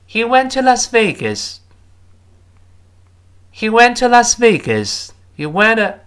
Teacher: 介词 to 后面那个 u 就弱化成 a